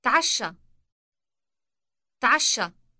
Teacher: Note the elongated sh sound.